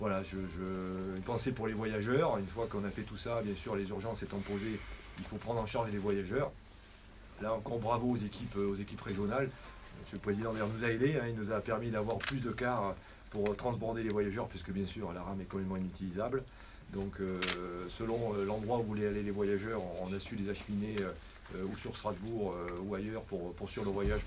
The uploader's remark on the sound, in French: Extraits de la conférence de presse qui s'est tenue à la mairie d'Ingenheim